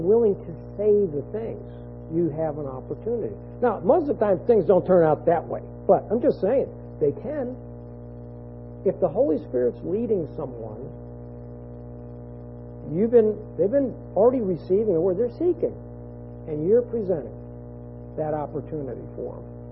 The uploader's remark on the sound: this audio has been edited to try and reduce an annoying hum in the background, it was not completely erased.